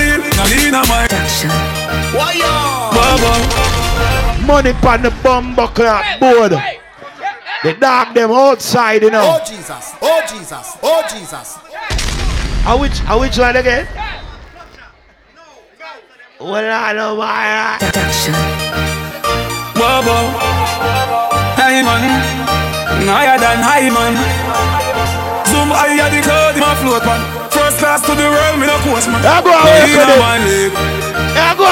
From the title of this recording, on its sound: club settingz